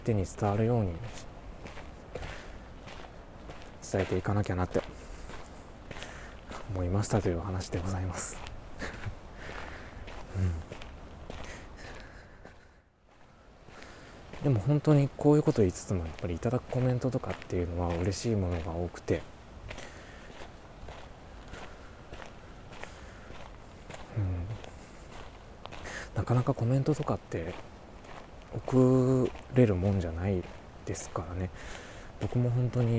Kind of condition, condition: setting, outdoors